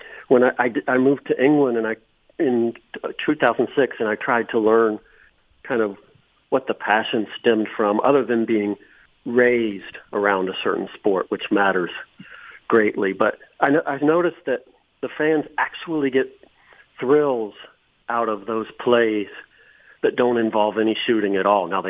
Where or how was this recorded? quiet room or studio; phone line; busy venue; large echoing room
phone line